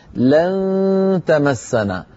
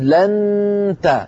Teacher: لن نجعل اللسان قريبا جدا من مخرج التاء ولا يلامس · Shown in: first take · لا نقول لن تمسنا، لن بعض الإخوة بل بعض الشيوخ يقولون لن تا، يلصق طرف لسانه على مخرج التاء. · Term: إخفاء